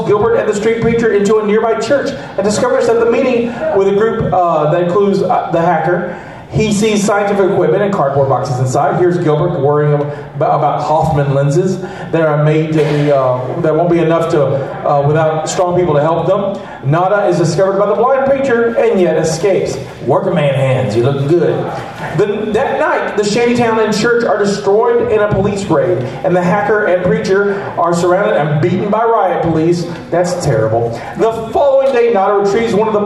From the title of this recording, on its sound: Live from Pensacon 2020